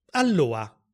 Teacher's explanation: o sparisce del tutto